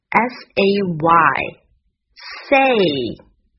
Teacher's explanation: 发 s 是送气强，声带不振动。 · Term: 清辅音